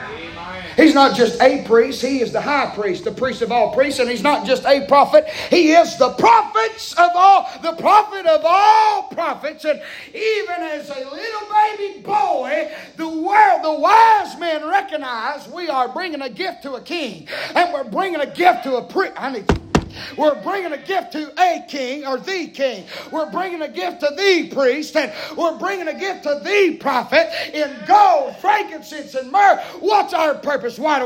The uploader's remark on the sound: preaching Live from Still Water Baptist Church